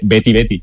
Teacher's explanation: O sea, la S del final es muda